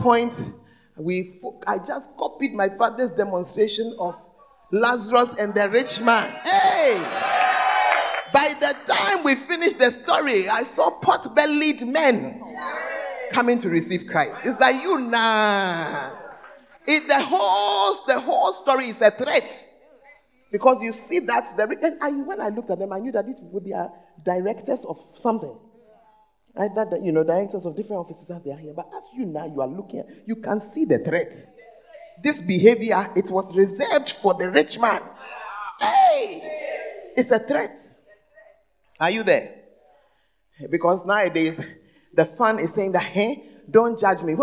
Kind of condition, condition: setting, large echoing room